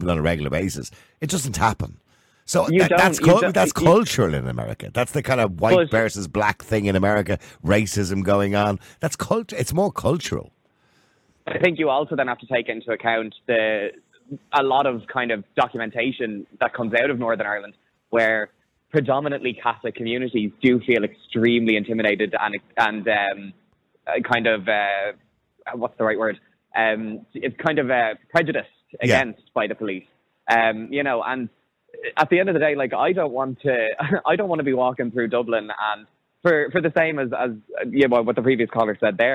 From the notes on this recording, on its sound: opens up the phone lines, the conversation quickly reveals a diverse array of opinions from callers.